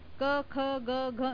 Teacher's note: ये सब गले में इसमें से निकलते हैं, कंठ में से